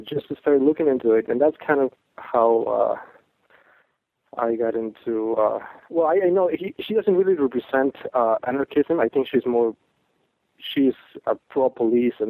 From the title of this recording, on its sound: Sunday Call In Show